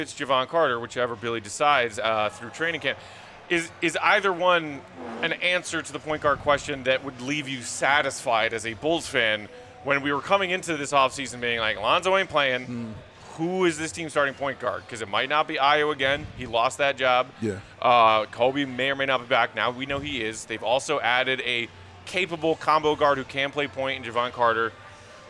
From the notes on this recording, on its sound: The CHGO Bulls crew are LIVE from Victory Burger & Wings at Circa Resort & Casino for their final Summer League show in Las Vegas!